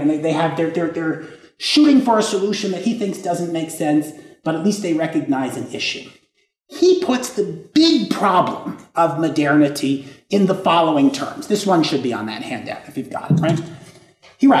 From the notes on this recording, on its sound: This lecture was given on April 27th, 2023, at the University of Texas at El Paso.